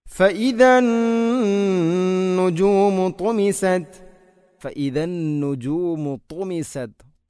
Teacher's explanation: തുമിസത്, ഇത് പൂർണ്ണമായിട്ടും തെറ്റാണ്. അപ്പോൾ തുമിസത് ത്വാഇന ഉച്ചരിക്കുമ്പോൾ നാവിൻ്റെ മധ്യഭാഗം അണ്ണാക്കിലോട്ട് ഉയർന്നു വരുന്ന രൂപത്തിലാവണം